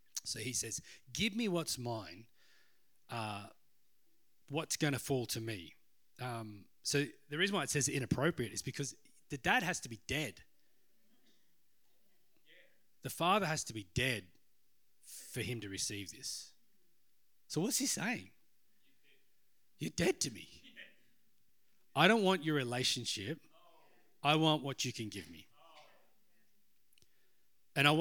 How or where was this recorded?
large echoing room